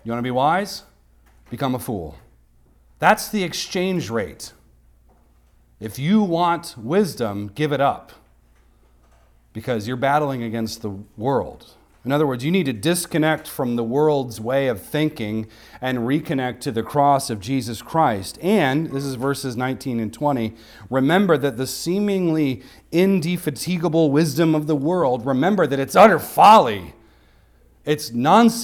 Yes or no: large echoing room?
yes